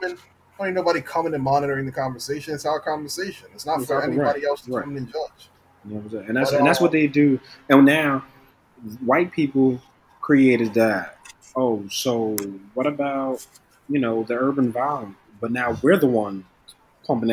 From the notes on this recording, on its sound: We do aoologize for the audio quality, it seems we had an issue with wifi. Still getting adjusted to quarantine podcasting.